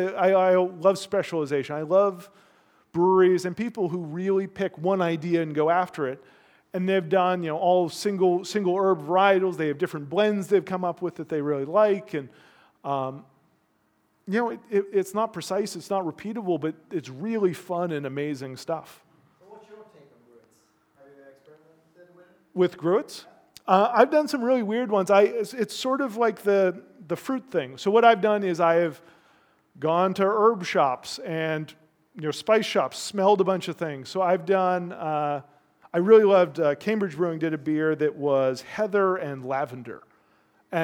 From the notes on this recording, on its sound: A two hour live recording from Smakselv.no's Sour Rangers concept in Oslo, Norway.